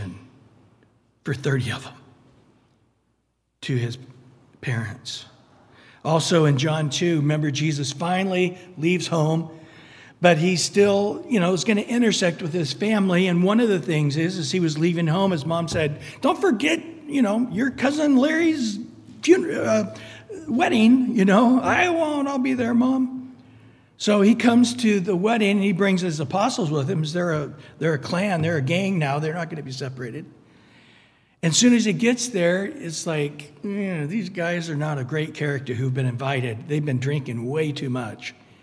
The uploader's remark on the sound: Recorded at Calvary Chapel of Los Alamitos on Aug 30 2023 on Wednesday evening sermon. Recorded at Calvary Chapel of Los Alamitos on Aug 30 2023 on Wednesday evening sermon.